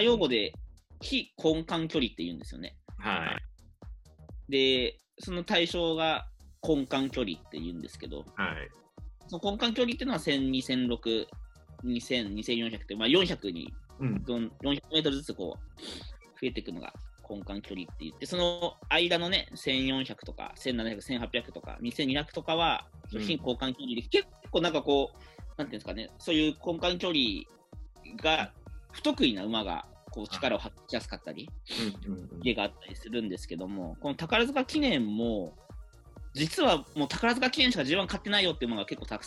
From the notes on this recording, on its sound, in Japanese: ZOOM収録のため、聞き取りにくい箇所がございます。